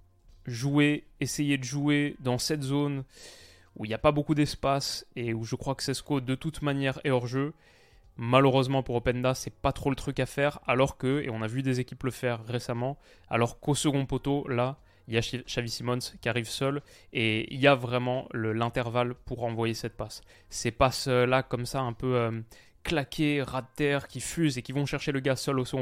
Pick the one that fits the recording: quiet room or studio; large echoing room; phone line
quiet room or studio